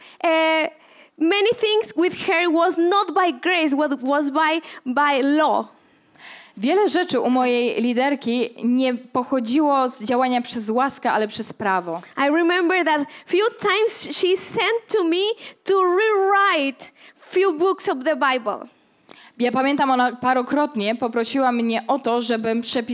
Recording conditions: live audience